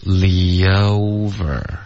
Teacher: Li 跟 O 之间不要断气，要连读 Li over